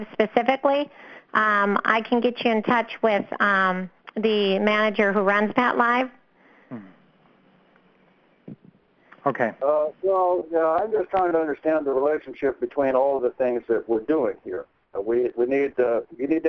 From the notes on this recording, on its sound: 2014-07-14 Q&A Call